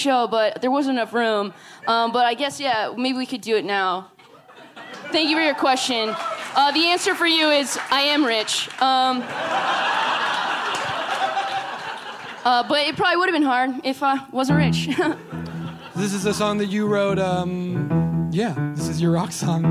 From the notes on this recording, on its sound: LIVE from Chicago PodFest. Live with the first of two shows from Chicago PodFest.